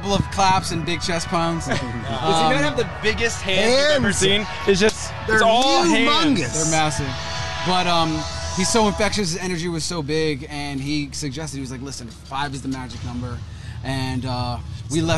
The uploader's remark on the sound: stop by the 'Hollywood Raw' tent at Iowa's Sweetstock music festival